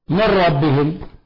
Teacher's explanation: الإدغام الكامل بارك الله فيك اللي هو من ربهم، هذا إدغام كامل لأن النون ذهبت بالكلية والنون صارت انقلبت راء أدغمت في الراء التي تليها فصار إدغاما كاملا.